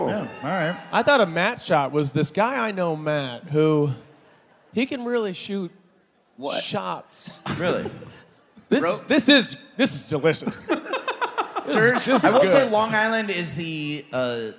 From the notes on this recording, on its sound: Live from Long Island!